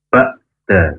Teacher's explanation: ain dari tenggorokan yang tengah · Term: ain sukun